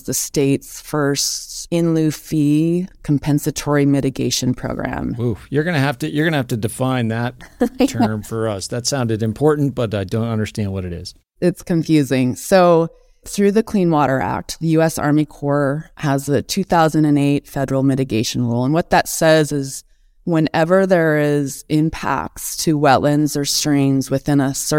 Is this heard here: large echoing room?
no